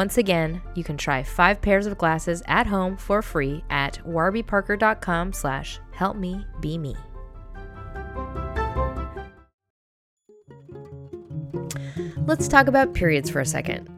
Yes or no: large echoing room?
no